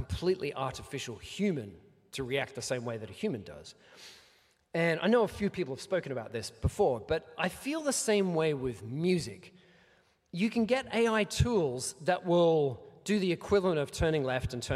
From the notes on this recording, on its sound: Here is the recorded panel I did at PAX 2023